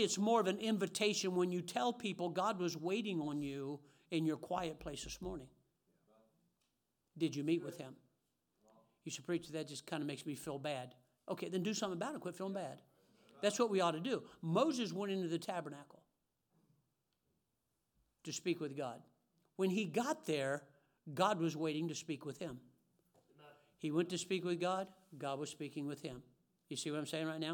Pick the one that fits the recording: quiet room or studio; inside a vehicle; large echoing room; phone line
large echoing room